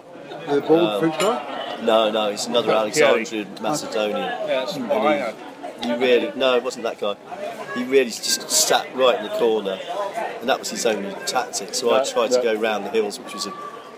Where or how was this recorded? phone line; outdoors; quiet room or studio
outdoors